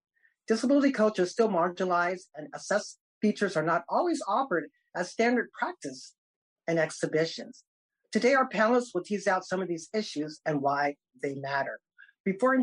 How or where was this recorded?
video call